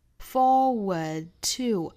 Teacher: 注意音音发法，两个 r 都不卷舌